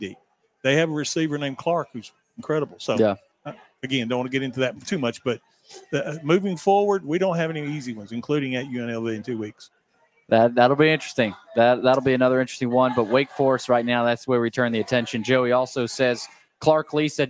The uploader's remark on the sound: LIVE from Chili's on West End